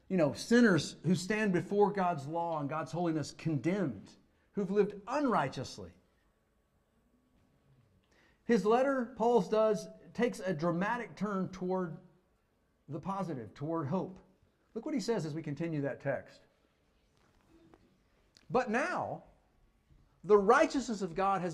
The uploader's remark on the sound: Fuquay-Varina church of Christ sermon audio.